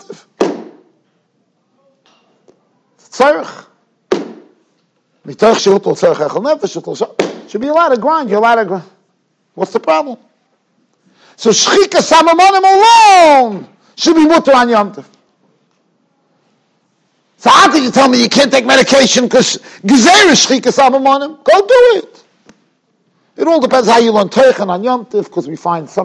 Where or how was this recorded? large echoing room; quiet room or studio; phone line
large echoing room